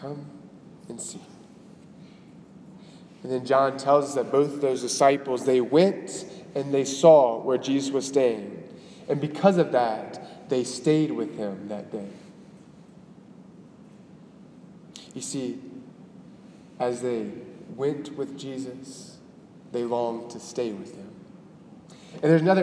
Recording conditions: large echoing room